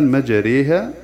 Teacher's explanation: إمالة كبرى بين الألف والياء وليس له غيرها.